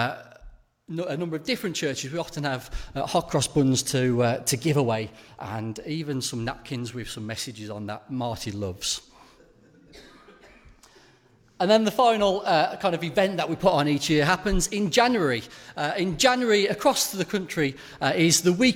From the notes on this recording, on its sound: Live recording and after interviews from the Churches Together Service